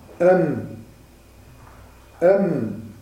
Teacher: بالنسبة للميم تسد الشفتان الهواء فيخرج من الخيشوم، تخرج الهواء من جهة أخرى. أم يخرج من الخيشوم.